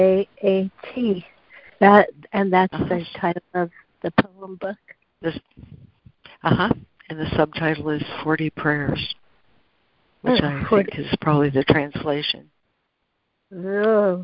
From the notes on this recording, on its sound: ACIM Daily Conference Call.